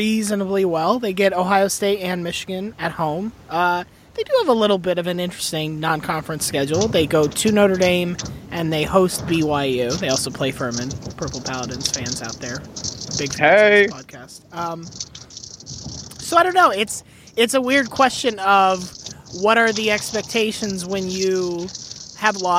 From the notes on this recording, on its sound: He recorded his portion in the car this week in transit to SEC Media Days. Recording in his car on a phone over the ineptly paved and uneven highways of Alabama.